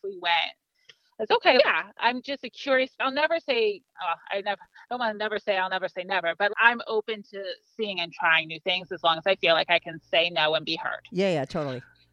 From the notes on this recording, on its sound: They both called in to talk all about it.